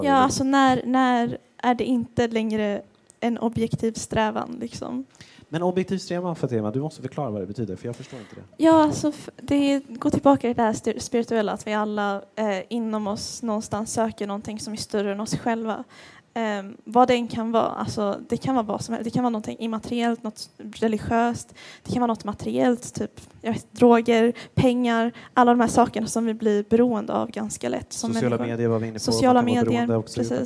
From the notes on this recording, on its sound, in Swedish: Meningen med livet (live-special). Hade vi en live-show! Vi tackar alla som kom och medverkade i vår filosofiska diskussion.